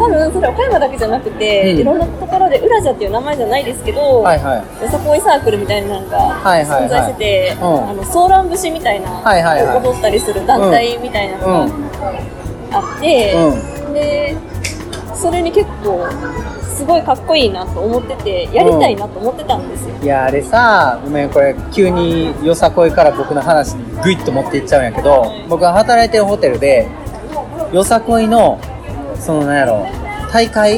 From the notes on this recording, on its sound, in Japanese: 始まって以来初の対面収録でお送りいたします！多少環境音が入っていますので、そこはご容赦くださいませ。